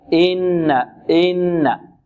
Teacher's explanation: ويحذر الطالب من مط الهمزة أو مط حركة الهمز الكسرة أو مدها، يحذر من مدها.